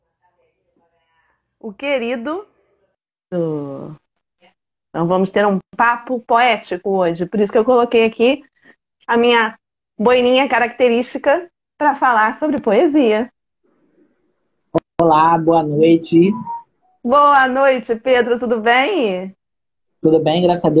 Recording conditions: video call